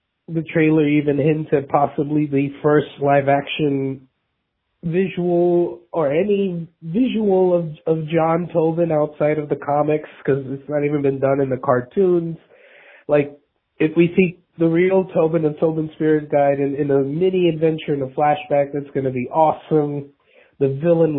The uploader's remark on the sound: we’re opening up the phone lines to you